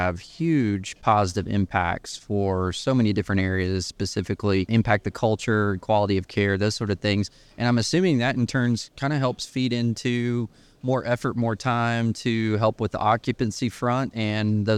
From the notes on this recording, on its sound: This episode was recorded at the NIC Fall Conference .